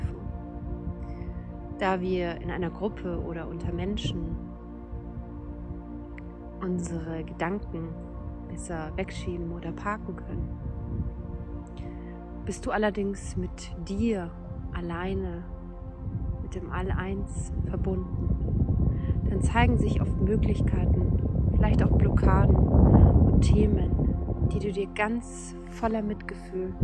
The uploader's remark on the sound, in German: Dieser Powertalk wurde mitten in der Natur in einem magischen aufgenommen und deshalb hörst du den Wind, die Vögel und Naturgeräusche im Hintergrund.